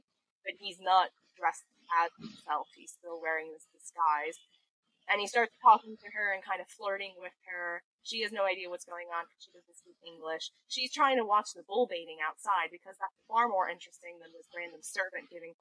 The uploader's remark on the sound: we would like to apologize for the compromised audio quality of this episode